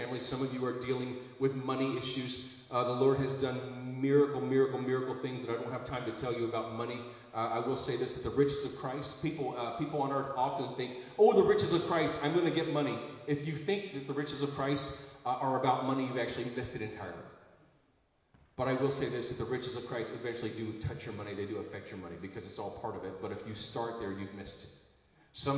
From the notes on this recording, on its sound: Recorded live in Liberty Church on 14 August 2022